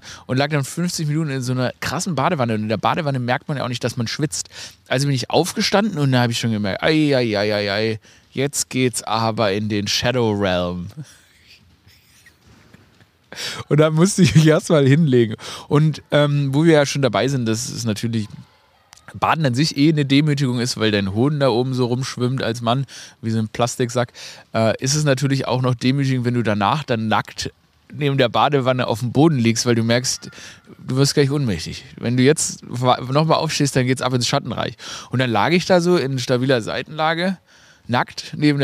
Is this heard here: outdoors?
yes